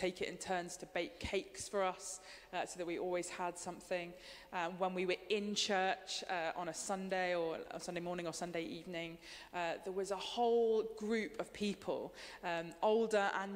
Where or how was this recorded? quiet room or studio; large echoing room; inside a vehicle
large echoing room